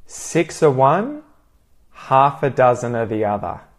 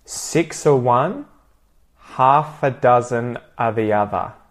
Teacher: I convert of into a schwa kind of sound. It just turns into a little vowel there when the word of is followed by another word that starts with a consonant sound.